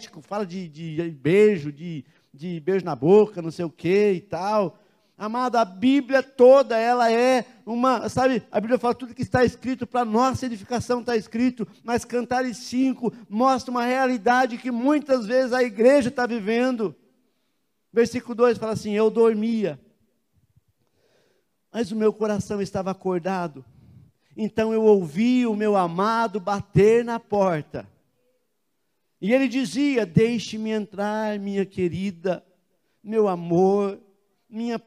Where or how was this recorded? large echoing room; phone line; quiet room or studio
large echoing room